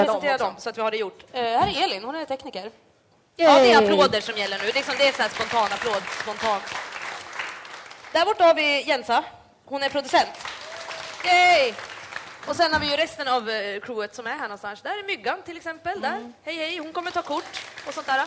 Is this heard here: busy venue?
yes